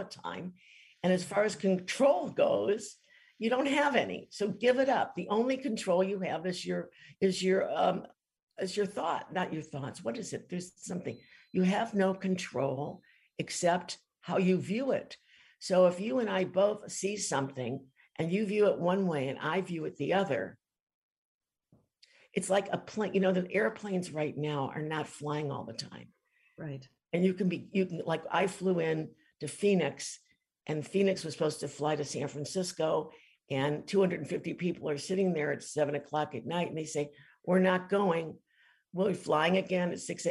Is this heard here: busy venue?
no